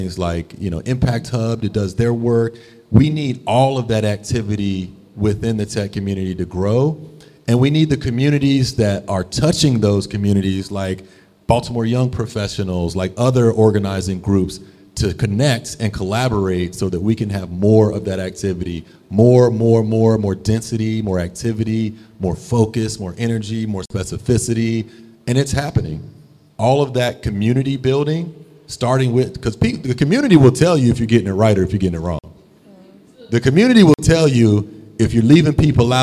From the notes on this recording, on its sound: Live podcast recording of the NoPixAfterDark conversation series at the Baltimore Peninsula!